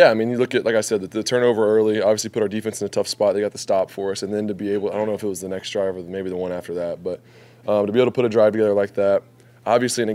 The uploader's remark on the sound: Postgame Press Conference